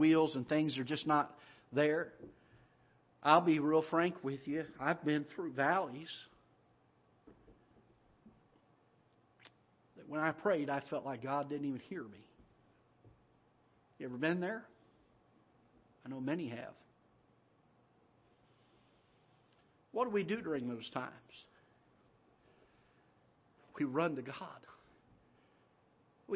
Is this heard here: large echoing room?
yes